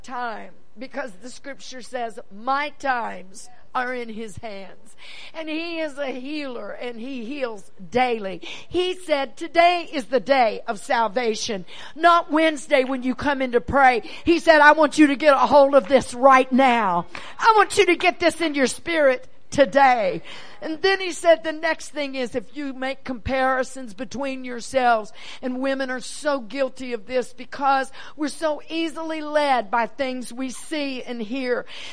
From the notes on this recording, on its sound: message from Sunday evening 3rd June Foundation Day Conference